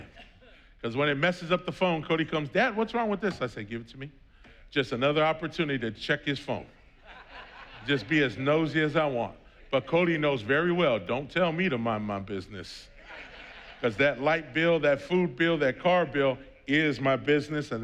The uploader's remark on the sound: was preached on June 6th at the 8:30AM service